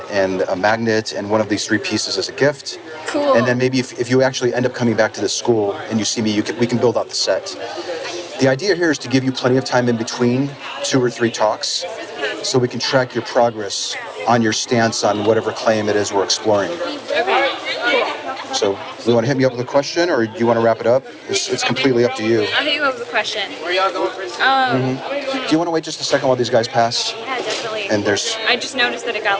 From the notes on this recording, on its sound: Location: San Antonio, Texas. Audio correction provided by Philipp Grzemba. Sorry also about the noise. While we both likely understand that I have no control over the background noise in this spot, I am sorry for the challenging audio. Something that comes with filming in public, I suppose. Recorded w/Go-Pro.